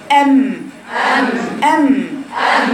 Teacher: أب مش مجرد ملابسة، مش أب لا، أب أب أب أب بإطباق الشفتين، الميم زيها بس بعدم هذا الاطباق، الاطباق ام ام اطباق الشفتين بس بعدم الضغطه بتاعه الباء، ام ام ام ام، انما الباء اب اب اب اب ام ام ام ام.